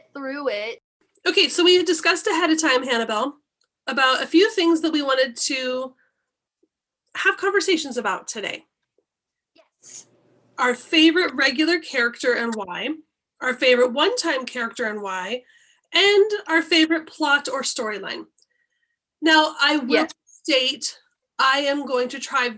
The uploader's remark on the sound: Due to Covid quarantine, this episode was recorded over Zoom, so there are hiccups here and there. Unavoidable part of Zoom podcasting.